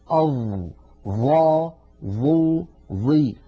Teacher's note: فالظاء كما نرى على الشاشة بالنسبة للصفات ذوات الضد هي مجهورة، كما أنها رخوة وهي أيضا مستعلية وهي أيضا مطبقة. أما الصفات التي لا ضد لها فلا يوجد في الظاء شيء من ذلك.